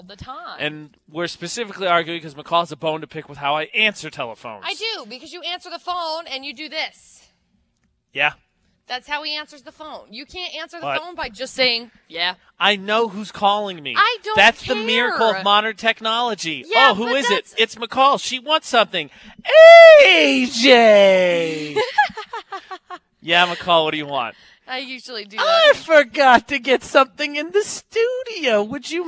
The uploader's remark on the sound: broadcasting live from Preston High School